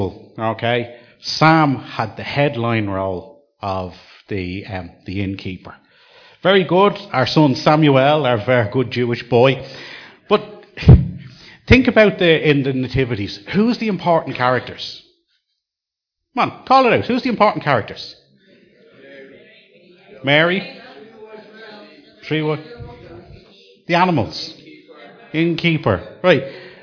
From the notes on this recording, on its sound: Recorded live at Liberty Church on 22 December 2019